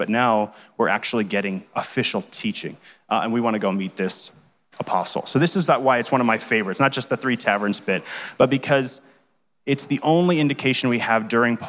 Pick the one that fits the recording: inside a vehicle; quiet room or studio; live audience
live audience